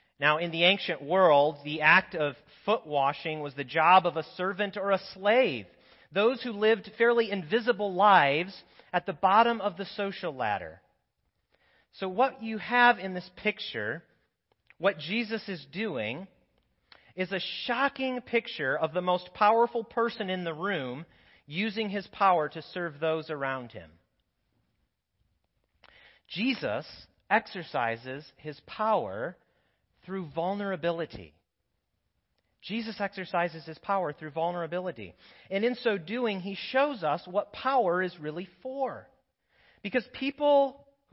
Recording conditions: large echoing room